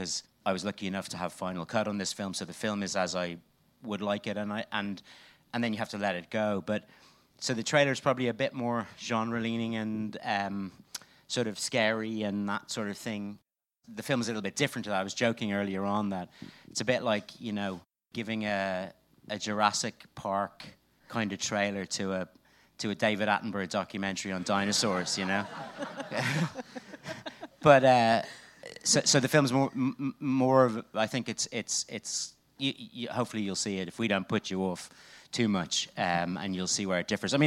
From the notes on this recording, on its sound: Soundtracking Live At The BFI. The latest episode of Soundtracking finds us out and about once more, this time at the British Film Institute on London's South Bank. In front of an audience. There's a bit more talking and a bit less music than we usually serve up.